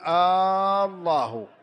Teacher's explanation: يمد الألف في بداية لفظ الجلالة فيقول الله، وهذا يغير المعنى ويفسده فتنقلب إلى استفهام.